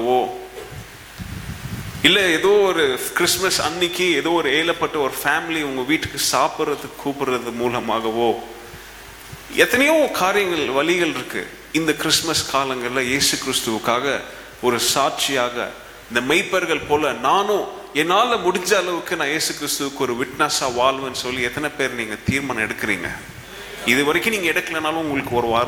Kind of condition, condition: setting, large echoing room